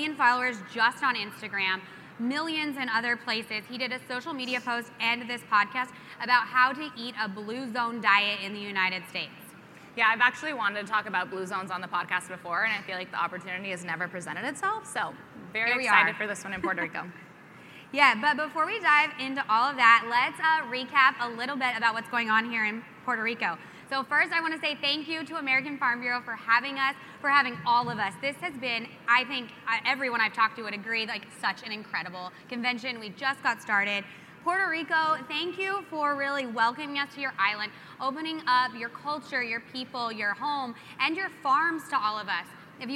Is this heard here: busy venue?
yes